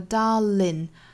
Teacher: 相当于是后鼻音给简化成了一个前鼻音的发音